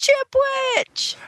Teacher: it's just a silent closing of the throat at the end of Chip Witch · Term: glottal stop